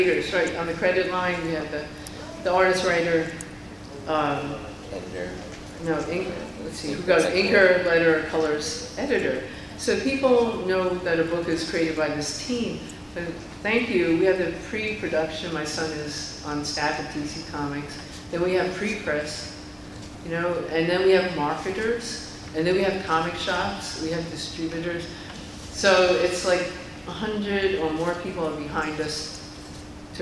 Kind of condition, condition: setting, busy venue